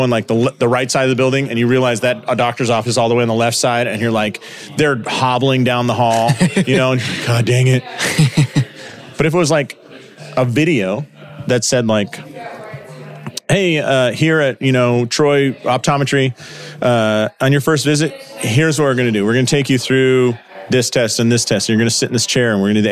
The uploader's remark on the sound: Live in St. Louis at Winchester Spine and Sport. This episode was recorded during a Clinic Gym Hybrid Live Event in St.